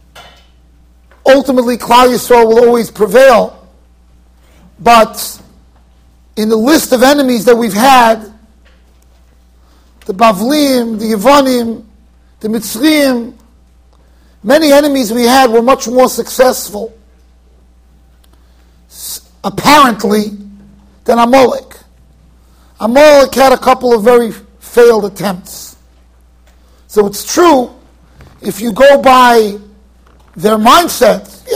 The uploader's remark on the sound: Shiur recorded in Yeshivas Ohr Reuven, Monsey NY.